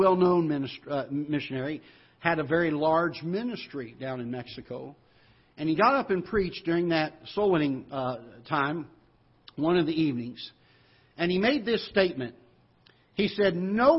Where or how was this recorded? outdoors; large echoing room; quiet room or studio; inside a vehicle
large echoing room